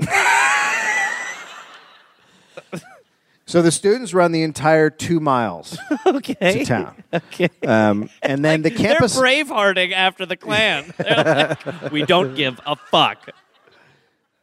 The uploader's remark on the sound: Live in Indianapolis